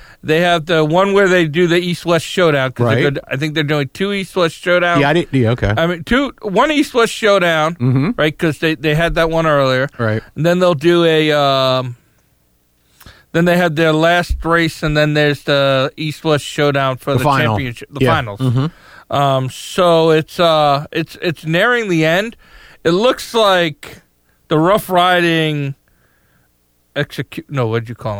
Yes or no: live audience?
no